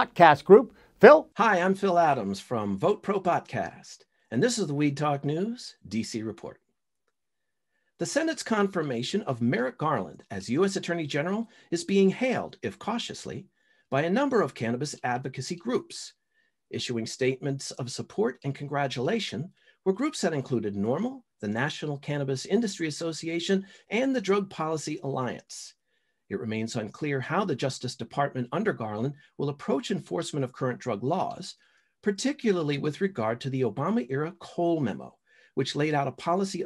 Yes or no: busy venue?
no